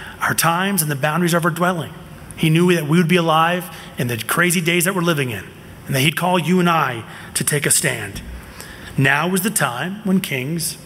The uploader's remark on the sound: from the 2023 Southwest Men's Conference, No Surrender